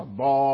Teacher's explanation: الألف إذا كان قبله فتحة وحرف مفخم يفخم الألف، يفخم الألف الضالين، حرف المد هنا مفخم الضالين، الفتحة مفخمة، والألف الذي تولد عن الفتحة مفخم.